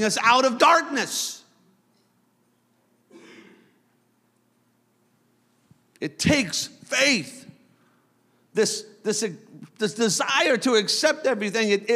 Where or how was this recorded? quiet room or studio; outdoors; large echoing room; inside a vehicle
large echoing room